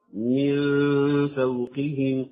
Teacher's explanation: الغنة بالعكس، فإن الغنة تتبع ما بعدها، من فوقهم رققت الغنة هنا لأن الفاء مرققة